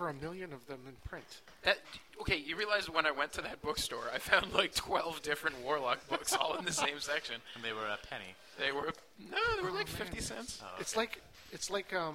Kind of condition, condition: setting, busy venue